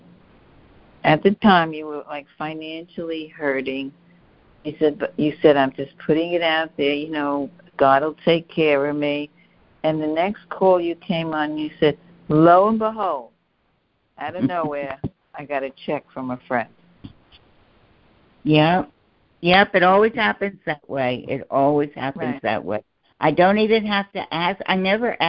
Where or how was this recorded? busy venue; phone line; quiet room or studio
phone line